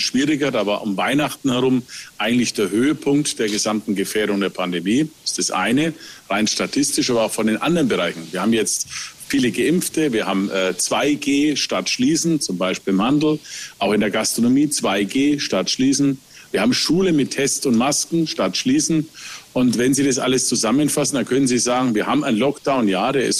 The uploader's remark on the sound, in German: Podcast zur Veranstaltung "Augsburger Allgemeine Live"